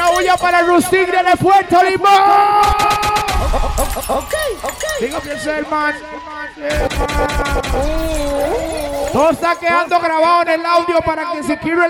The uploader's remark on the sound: LIVE AT SIQUIRRES - BAR GRAN PARQUEO